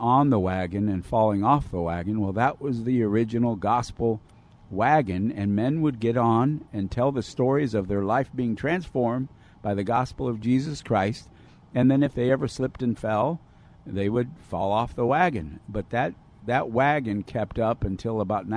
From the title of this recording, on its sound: Live From Union Rescue Mission